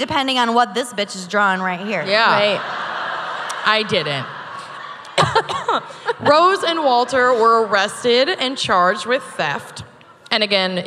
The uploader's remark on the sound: Live from Dallas. Dallas LIVE.